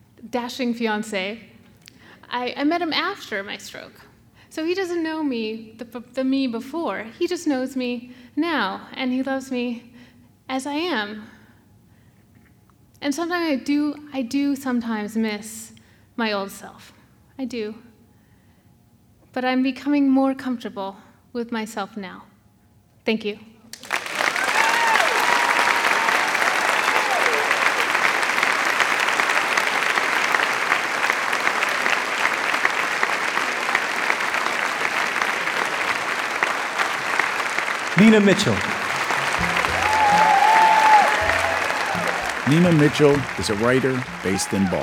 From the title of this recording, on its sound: The Moth Radio Hour: Live in Boston